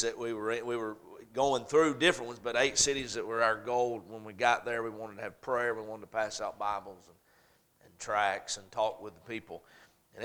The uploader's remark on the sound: A message preached at Crossroads Baptist Church